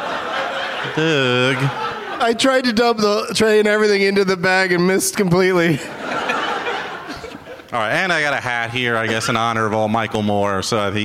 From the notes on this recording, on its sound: Live from the Old Town Playhouse as part of the Traverse City Film Festival